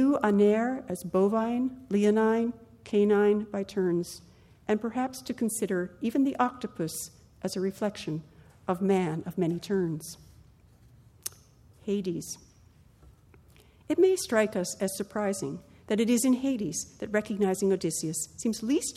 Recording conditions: large echoing room